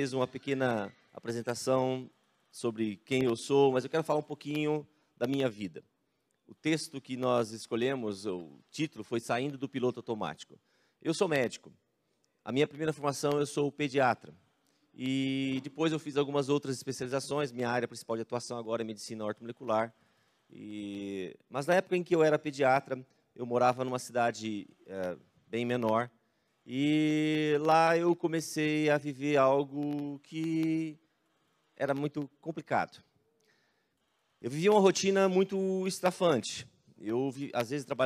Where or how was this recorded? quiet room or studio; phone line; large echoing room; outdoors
large echoing room